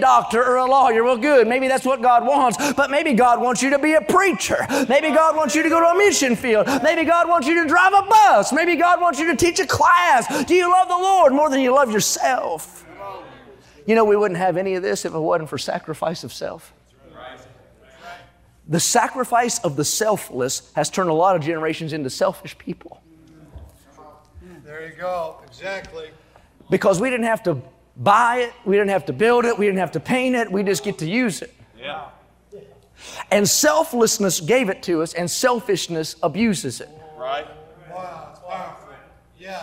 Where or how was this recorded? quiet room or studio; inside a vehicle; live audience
live audience